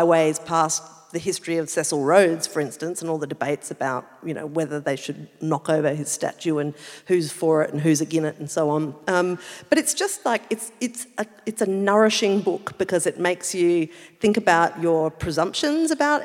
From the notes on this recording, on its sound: perform live on stage